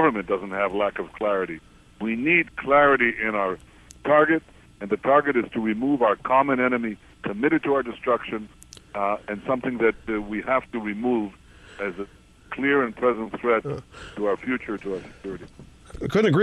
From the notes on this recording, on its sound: on the phone with us from his Knesset office in Jerusalem